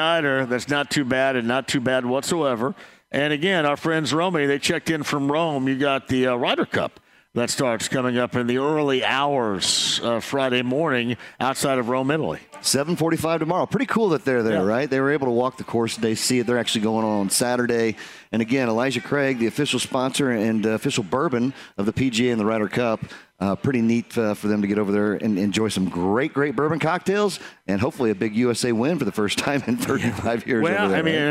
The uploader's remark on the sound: Live From Ale Emporium! Kicks off the show from Ale Emporium in Castelton.